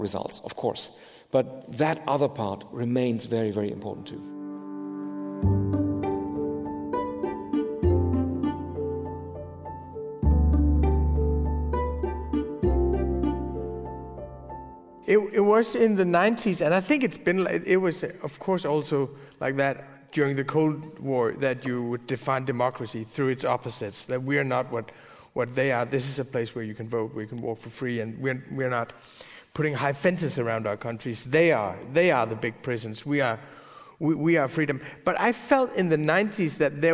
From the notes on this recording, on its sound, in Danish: Med på scenen som interviewer er chefredaktør på Information